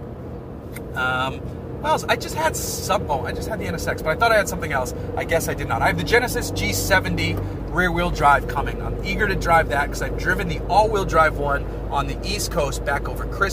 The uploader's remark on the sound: This is a solo episode. In it, I'm driving my 1991 Mitsubishi Montero as I talk about project cars.